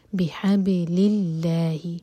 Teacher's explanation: واعتصموا، مو دوہر کا لمبا، بحبل اللہ، بحب با پر سکون ہے، با کو ہم باؤنس کریں گے، قلقلہ کریں گے